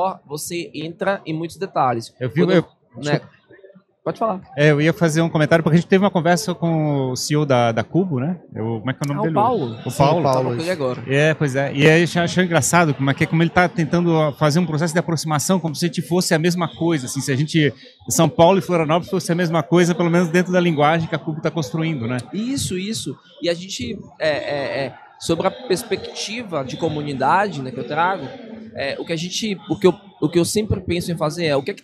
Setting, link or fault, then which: setting, busy venue